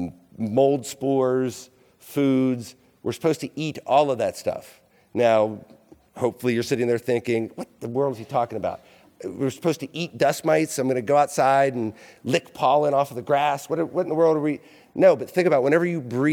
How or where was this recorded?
live audience